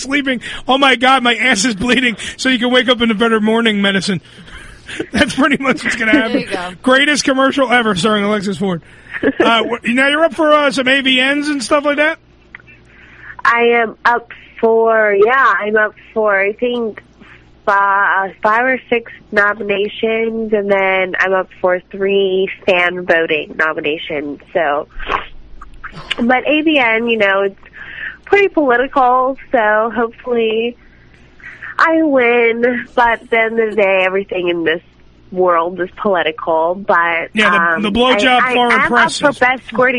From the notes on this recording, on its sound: Joins us on The Phone